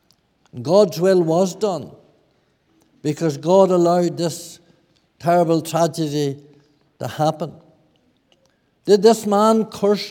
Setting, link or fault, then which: setting, large echoing room